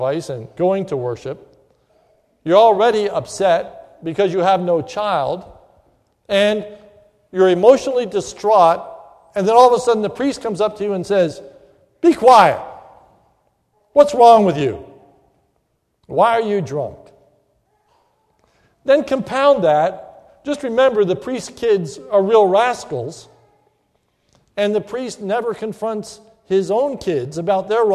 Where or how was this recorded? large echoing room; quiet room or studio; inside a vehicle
large echoing room